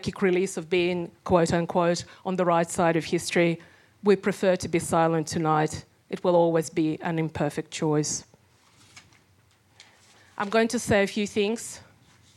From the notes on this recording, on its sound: a conversation recorded at the launch